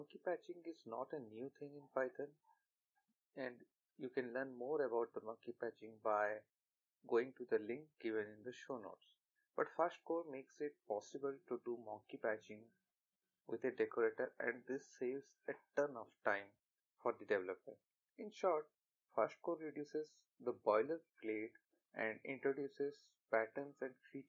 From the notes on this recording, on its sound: Apologies for the audio quality of this episode. Due to some reasons I am not bale to record at my original place and on top of it I am still not able to procure quality recording equipment due to budget constraints.